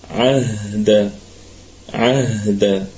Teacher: عهد الكلمة كلها مرققة والهاء نراعي يعني فيها صفة الخفاء فنهتم بها شيئا ما حتى لا تختفي